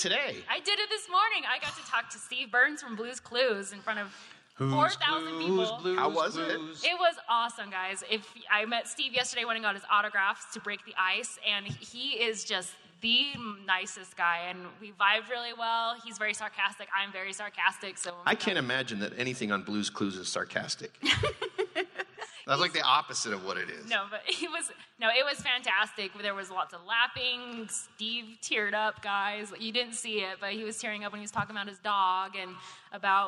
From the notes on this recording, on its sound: Fan Effect at FanX 2022 (Live). This is a live recording for KSL Podcasts’ Fan Effect. The live recording of the FanX 2022 Salt Lake Comic Convention event.